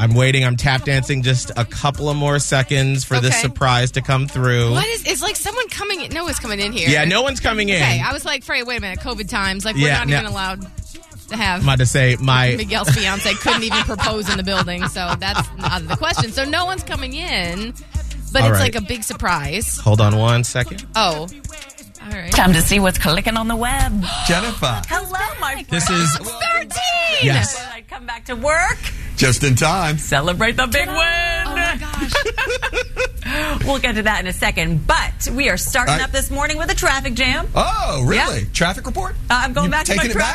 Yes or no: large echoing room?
no